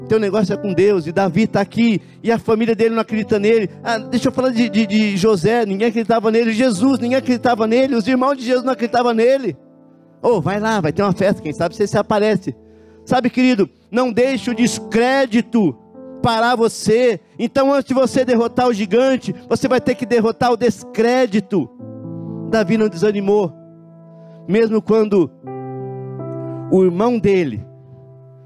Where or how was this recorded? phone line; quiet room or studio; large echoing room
large echoing room